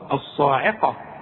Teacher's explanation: شوف الصاعي، العين، الصاعي، الصاعقة. خلاص، والقاف مفخمة مدام مفتوحة